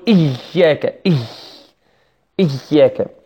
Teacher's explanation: هذه الآية فيها كذلك كثير من الأخطاء التي نسمعها من الناس، يقول إياك إياك، فيضغط على الياء والمشددة زيادة، فيخرج معها كذلك نفس طويل وعظيم